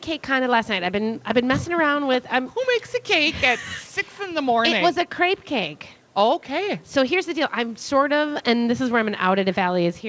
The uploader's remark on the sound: Live at Women's Expo